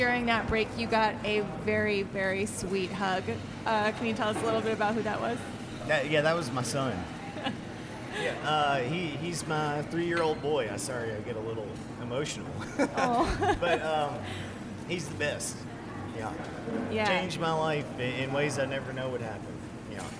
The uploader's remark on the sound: Heritage Radio Network on Tour. On the line at City House. At his James Beard Award winning restaurant.